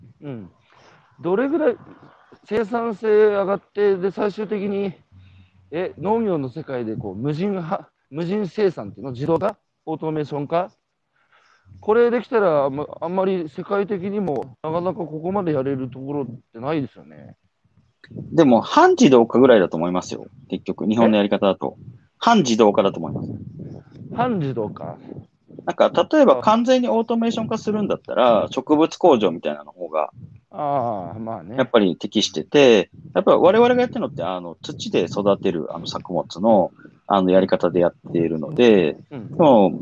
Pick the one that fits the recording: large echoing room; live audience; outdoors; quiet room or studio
outdoors